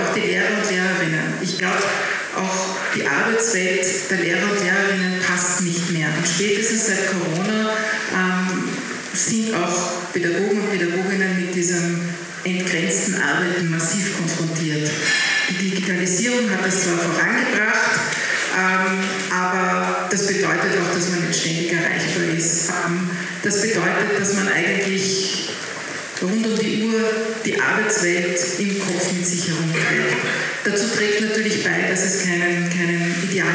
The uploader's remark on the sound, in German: Talking Red Live: Bildungsgipfel. Bitte entschuldigt die nicht ganz optimale Tonqualität unserer Live-Aufzeichnung.